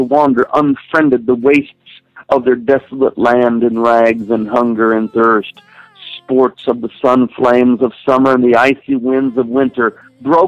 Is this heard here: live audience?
no